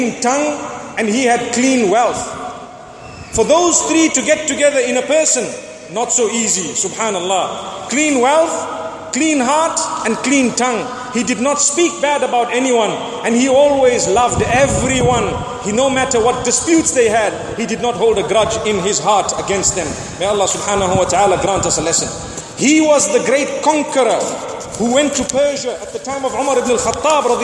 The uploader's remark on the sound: Delivered at Tuanku Mizan Zainal Abidin Musjid